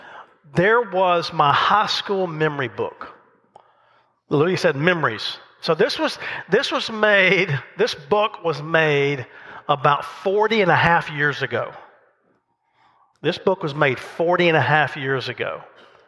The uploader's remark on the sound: The message recorded live at Covenant.